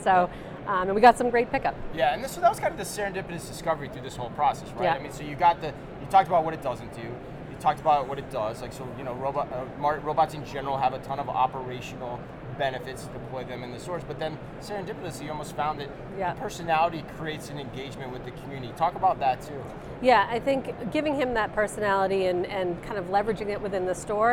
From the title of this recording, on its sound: Live From NRF 2024